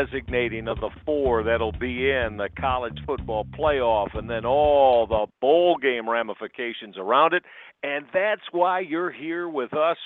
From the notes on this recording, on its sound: take questions from callers across the country